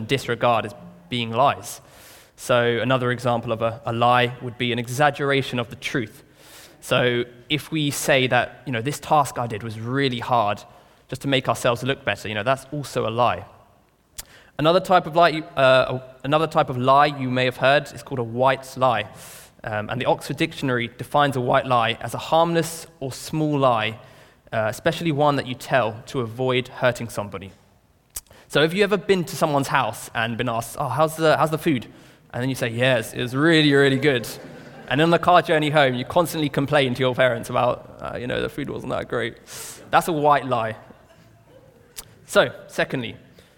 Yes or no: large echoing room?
yes